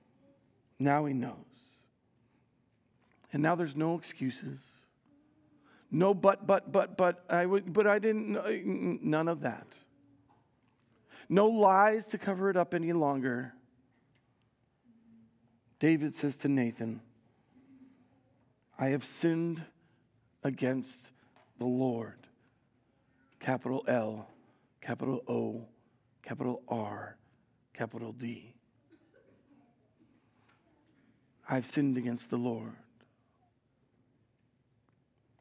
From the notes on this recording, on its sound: Recorded live at Word of Life Church in Le Sueur, Minnesota, on June 25, 2023.